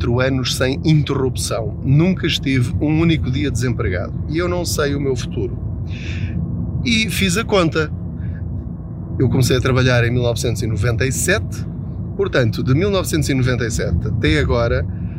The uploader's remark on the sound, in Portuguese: Não ligue aos barulhos da viagem.